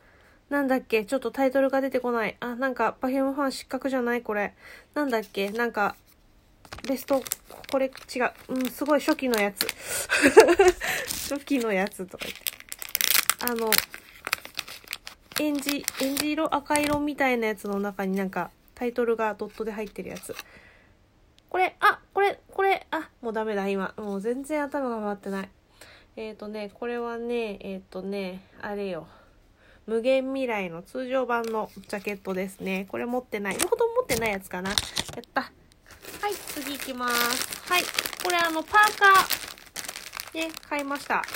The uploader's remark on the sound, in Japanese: 雑音注意